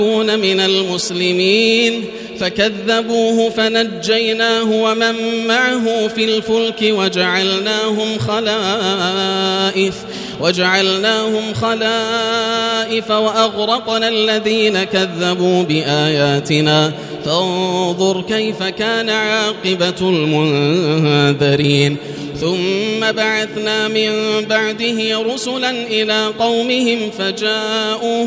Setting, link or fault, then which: setting, large echoing room